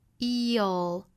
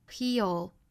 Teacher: 我们注意是长元音 e,之后尾部是舌侧音 eel,尾部是舌尖抵上齿龈